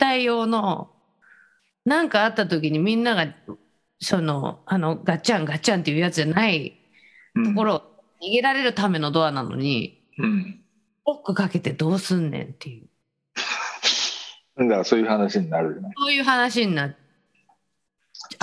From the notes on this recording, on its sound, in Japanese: 本音声はビデオ会議サービス「Zoom」を使用し収録しています。一部聞き取りづらい箇所があります。